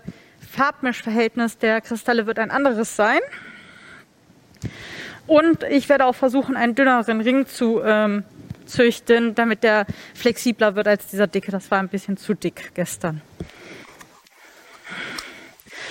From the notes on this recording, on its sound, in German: (rc3-2021). Live auf der Bühne!